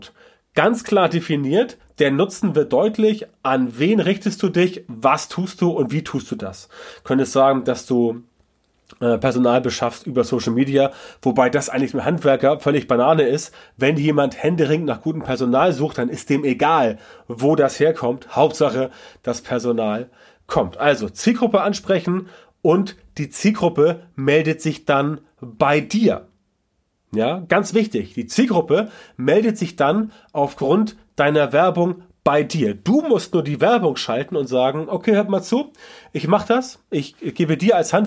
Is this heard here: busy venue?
no